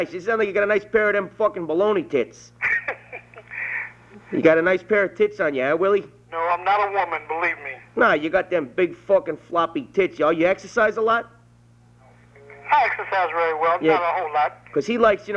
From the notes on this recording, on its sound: Prank Phone Calls